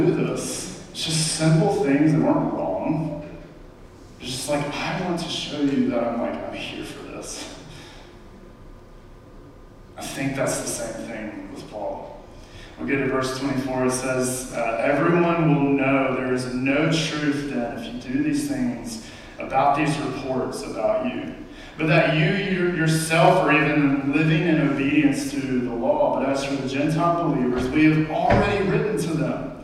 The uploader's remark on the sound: We Apologize for the Audio in this clip